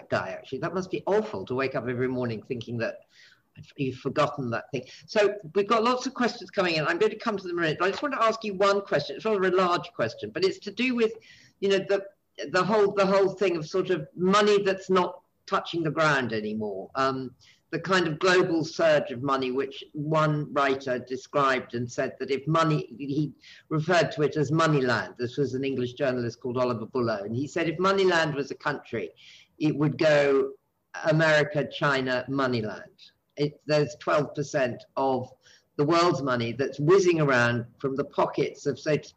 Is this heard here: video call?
yes